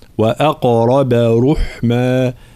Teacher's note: كلمة وأقرب ترقيق الواو والهمزة ثم تفخيم القاف والراء مع قلقلة القاف